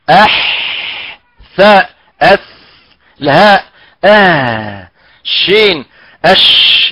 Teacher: الحروف فحثه شخص سكت يجي مع النفس · Term: الهمس